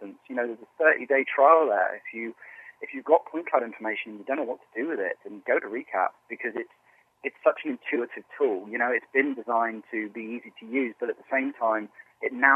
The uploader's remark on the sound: Hear a phone conversation